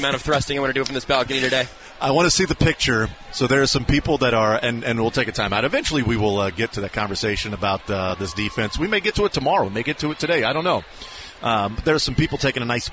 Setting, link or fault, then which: setting, outdoors